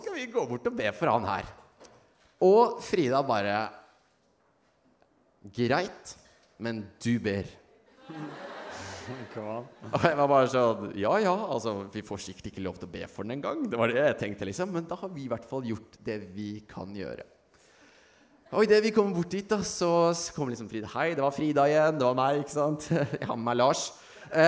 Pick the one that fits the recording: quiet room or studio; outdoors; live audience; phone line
live audience